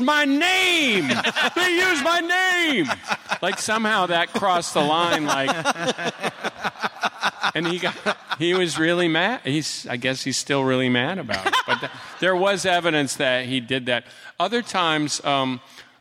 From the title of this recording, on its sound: Live at SDCC